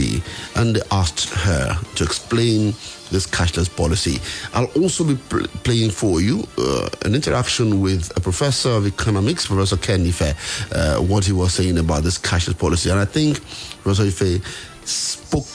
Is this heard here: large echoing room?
no